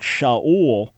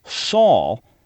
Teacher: So the sh becomes a s.